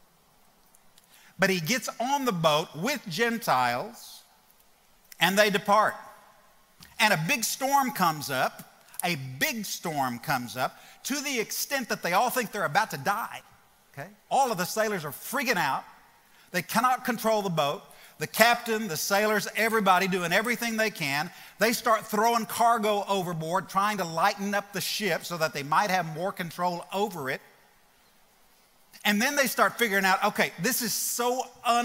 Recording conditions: live audience